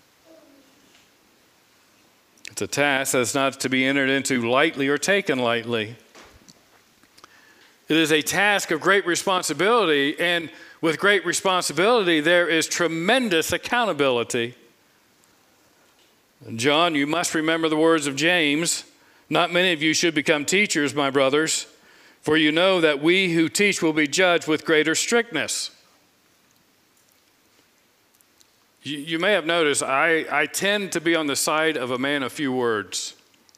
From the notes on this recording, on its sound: This sermon was preached on Sunday, June 05, 2022 from the pulpit of Grace Community Church in Berea, KY.